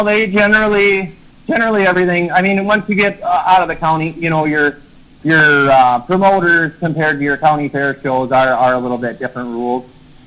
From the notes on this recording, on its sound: All the way from minnisota over the phone with us.